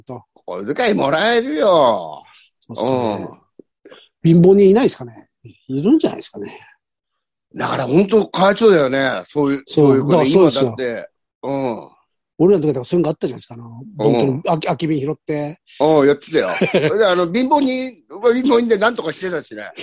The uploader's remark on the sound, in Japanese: ZOOMで収録